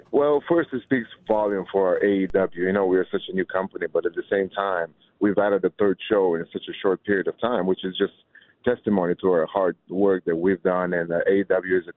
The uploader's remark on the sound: called in to talk